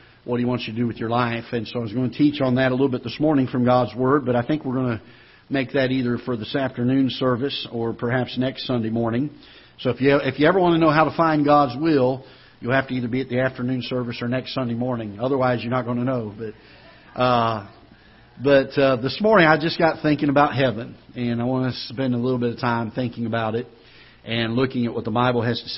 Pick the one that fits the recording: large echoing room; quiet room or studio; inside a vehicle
large echoing room